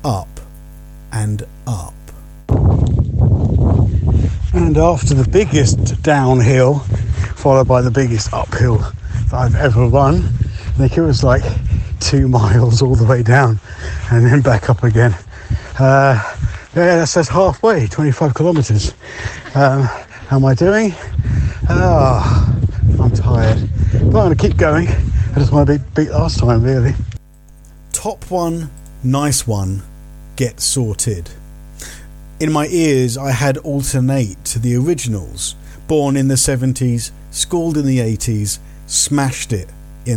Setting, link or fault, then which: fault, hum or buzz